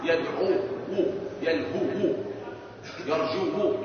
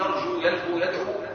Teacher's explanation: لا نقول هذه الواو مضمومة ولكن هي ساكنة ومشبعة من الضم السابق عليها · Shown in: second take · فنقول يرجو يلهو يدعو هكذا بواو ساكنة باعتبار أن فيها ضمة